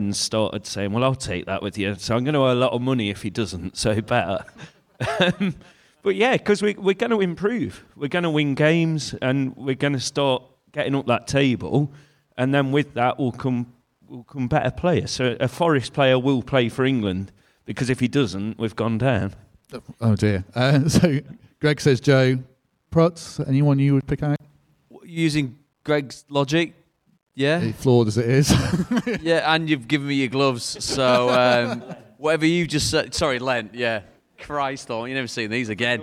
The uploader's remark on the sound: Garibaldi Red Live Show. At the Trent Navigation as they answered questions from the audience.